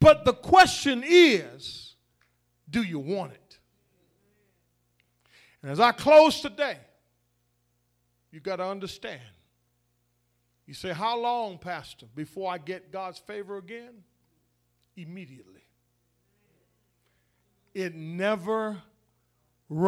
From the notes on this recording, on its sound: The Vision Church Houston 11am Sermon.